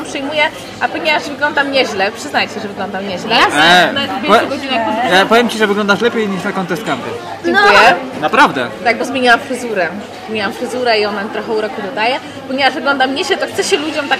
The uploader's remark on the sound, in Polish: Odcinek nagrany w galerii Krakowskiej z "naturalnym podkladem".